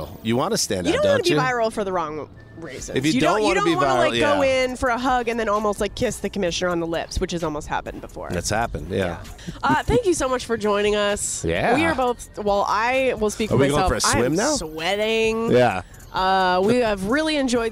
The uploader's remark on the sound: poolside at the Bellagio Hotel in Las Vegas